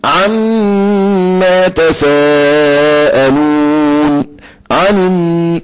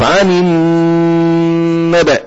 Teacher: غنة طلع من الخيشوم حركتين